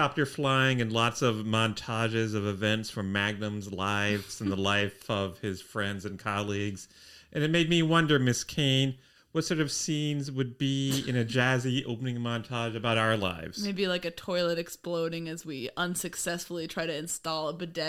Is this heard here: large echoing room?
no